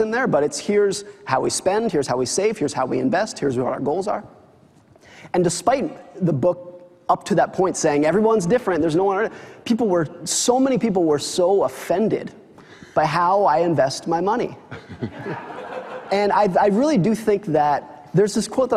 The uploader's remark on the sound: In front of a live audience.